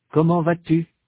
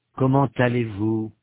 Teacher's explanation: a consonant T is pronounced between comment and allez. · Shown in: second take · Term: liaison